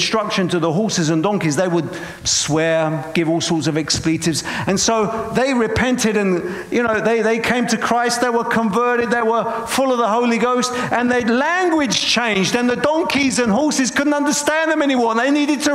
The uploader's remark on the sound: Preaching at a Church in Boston.